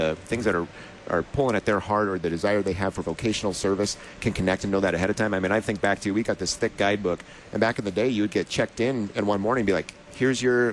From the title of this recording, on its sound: Live from LCMS #NYG2019